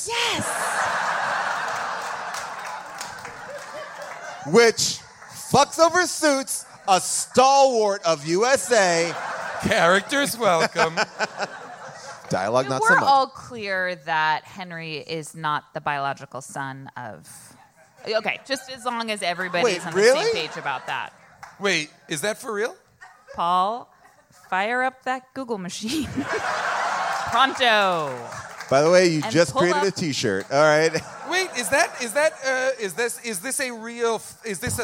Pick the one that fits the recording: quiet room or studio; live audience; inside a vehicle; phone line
live audience